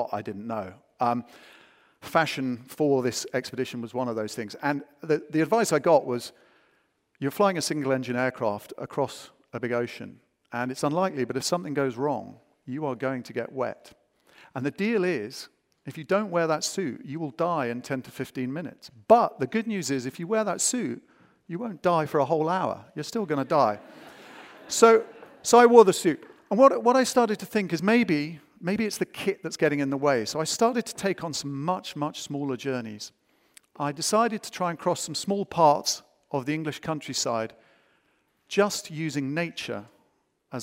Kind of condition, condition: setting, live audience